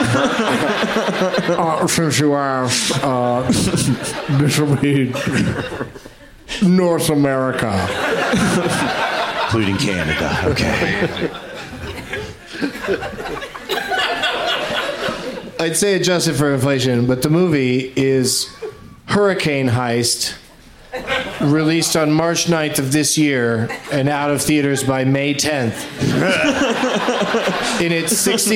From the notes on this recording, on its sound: Live from Cap City Comedy Club in Austin